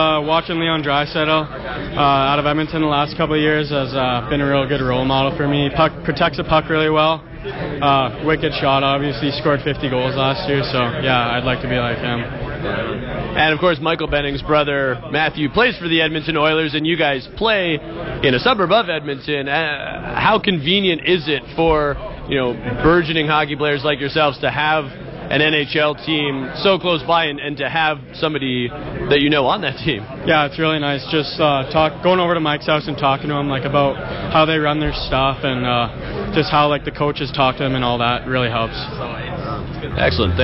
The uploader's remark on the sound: Live from the CHL and CJHL Top Prospect games in Hamilton.